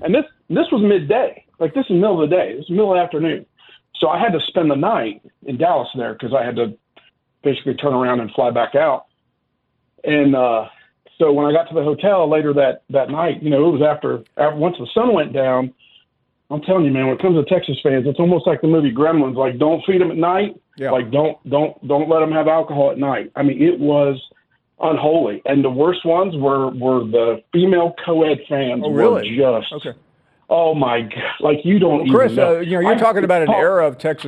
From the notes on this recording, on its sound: more of your phone calls